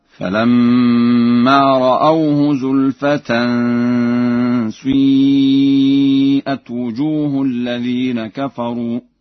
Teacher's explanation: قرأ ورش بإشمام كسرة الشين ضما